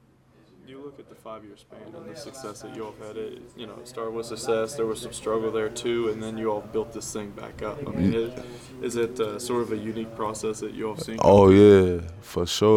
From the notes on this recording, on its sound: broadcast live from the Union Pub and Grill